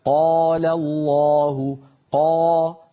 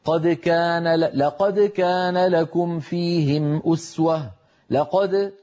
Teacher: إن المفتوح الذي بعده ألف أفخم بقليل من المفتوح الذي ليس بعده ألف. يعني لما يقول الواحد منا قال الله قا، هنا القاف تلاها ألف، وبالتالي تفخيم القاف خرج ممتلئا أكثر من قد.